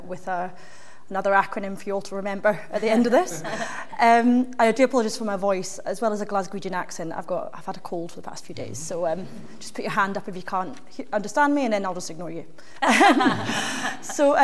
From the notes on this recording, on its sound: On this live podcast recording of Talking Cop.